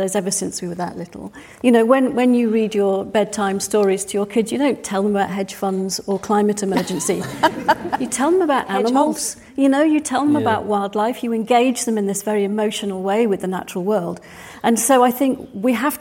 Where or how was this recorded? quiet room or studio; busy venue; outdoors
busy venue